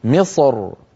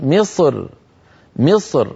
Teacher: لاحظوا هذين المثالين بارك الله فيكم، الراء لما نقف على مصر تكون ساكنة وقبلها حرف استعلاء ساكن، وقبل حرف الاستعلاء الساكن كسرة. فبعض العرب كان إذا وقف على مصر يفخم الراء من أجل الصاد المستعلية قبلها فيقول مصر، وبعض العربي كان إذا وقف رقق الراء فيقول مصر مصر، فيرقق الراء من أجل الكسرة التي على الميم.